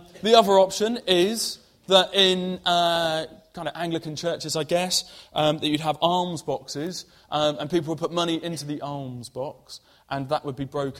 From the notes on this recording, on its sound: Preached at Colchester Road Baptist Church, Ipswich